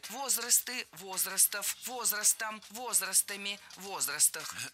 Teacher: Перед нами существительное с неподвижным ударением на основе. То есть ударение всегда падает на «о» в первом слоге